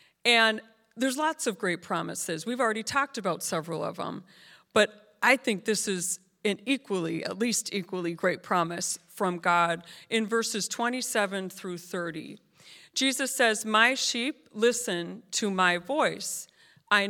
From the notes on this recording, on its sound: This JAT was recorded live on January 22nd at Newark United Pentecostal Church